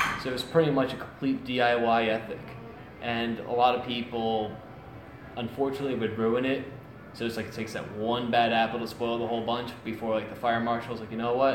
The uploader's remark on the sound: during a rehearsal session at Champs in Trenton NJ